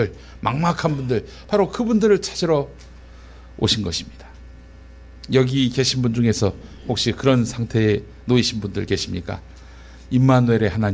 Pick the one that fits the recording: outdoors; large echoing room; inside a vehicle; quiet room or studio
large echoing room